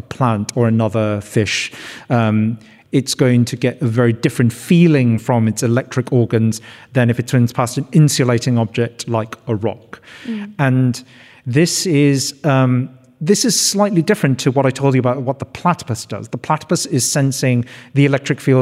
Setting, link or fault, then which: setting, live audience